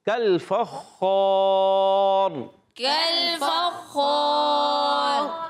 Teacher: الف موٹا ہو جائے گا خا کی وجہ سے